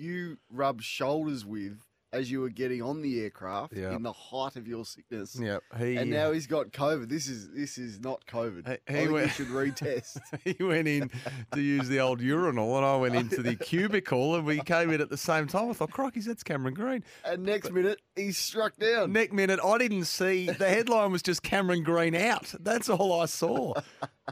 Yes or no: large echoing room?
no